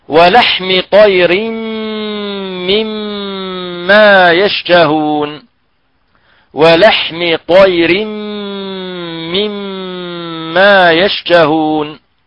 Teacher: إذن المخرج الميم، تخرج الميم بانطباق الشفتين